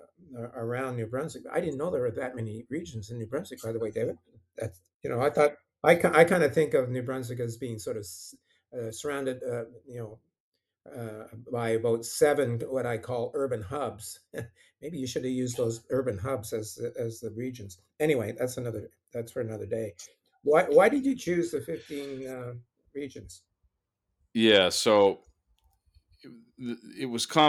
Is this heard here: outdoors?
no